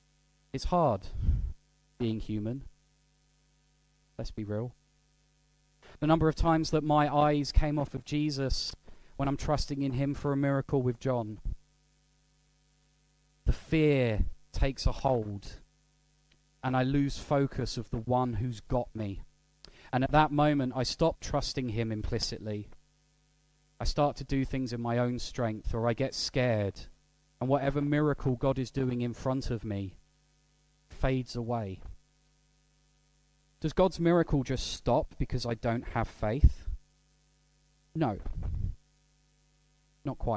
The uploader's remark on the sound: At Pembury Baptist Church on 13th August 2023.